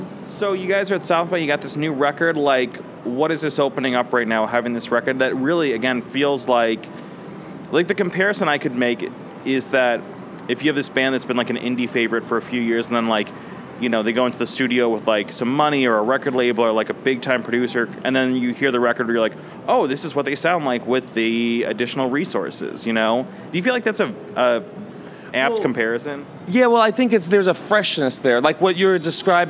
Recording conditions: busy venue